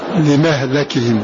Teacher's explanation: فعاصم بكامله يفتح الميم ولكن شعبة فتح اللام